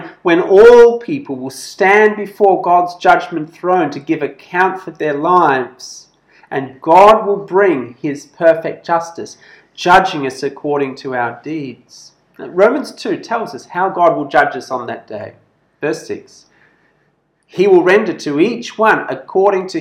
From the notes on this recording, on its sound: This sermon was preached at BEM Kuching Evangelical Church on 17th October 2021.